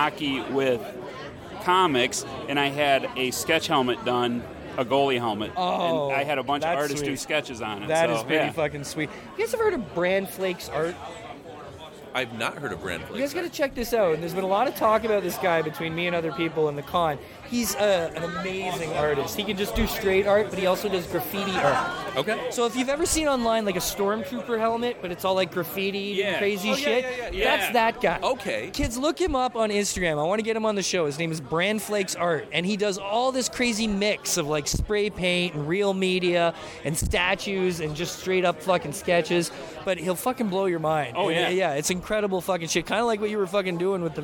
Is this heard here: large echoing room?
no